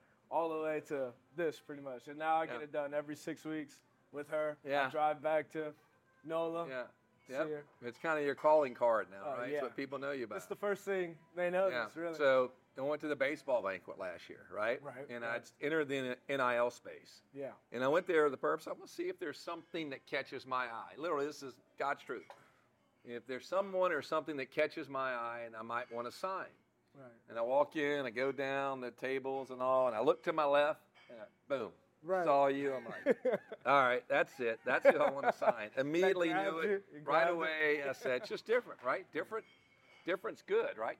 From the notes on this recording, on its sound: at Modesto Tacos Tequila & Whiskey in Baton Rouge for some great food